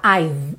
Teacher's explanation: o E do I've não aparece mesmo, tá? I've, se encerra o som no V.